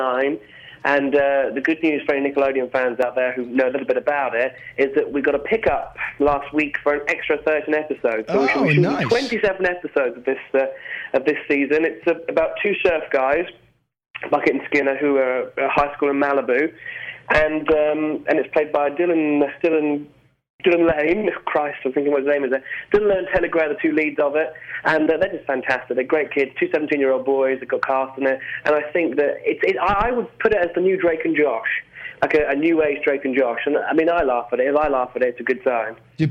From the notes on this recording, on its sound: calls in to talk shop